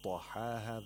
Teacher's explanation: the طَا has a higher level of تَفْخِيم because of the فَتْحَة